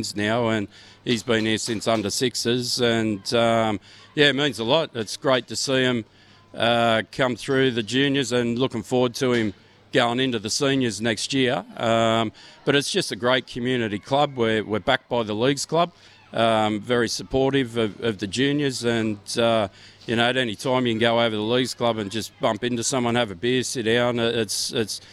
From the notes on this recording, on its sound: live from Edsac the home of the Entrance Tigers